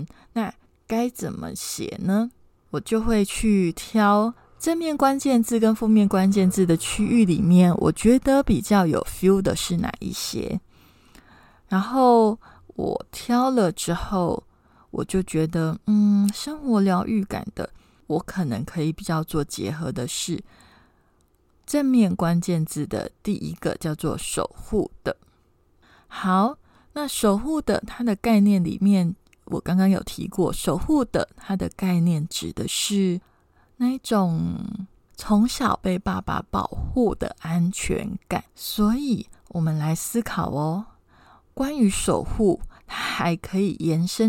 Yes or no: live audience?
no